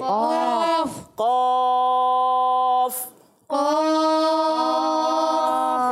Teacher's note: زبان کی جڑ اور تالو کے نرم حصے سے قاف ادا ہوتا ہے